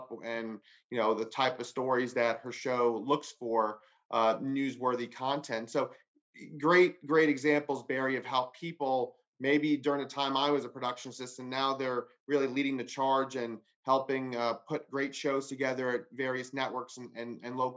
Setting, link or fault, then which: link, video call